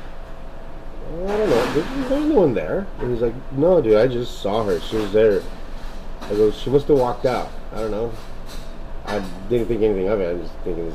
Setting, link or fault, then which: setting, busy venue